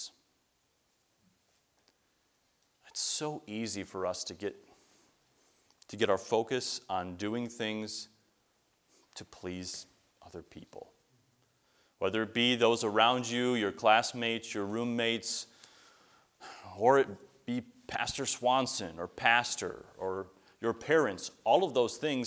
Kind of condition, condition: setting, large echoing room